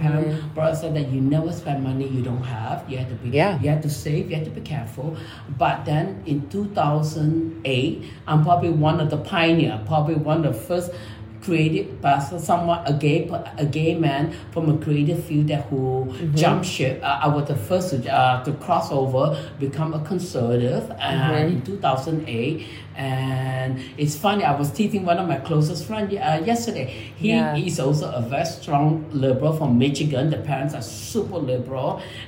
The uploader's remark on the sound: Live at his Manhattan Showroom. Interview was live in the showroom, so audio echoes slightly.